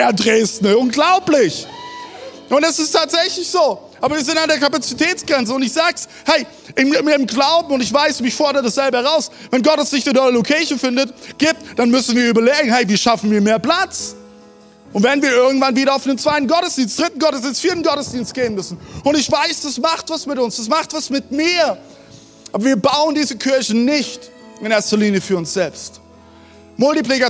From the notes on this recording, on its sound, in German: Audiomitschnitt der Predigt vom 12.